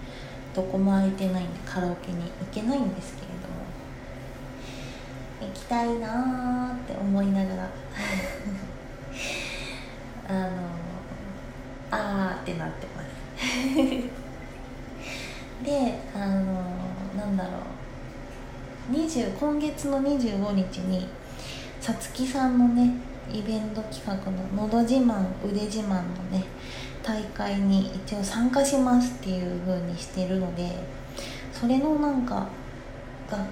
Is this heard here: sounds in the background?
yes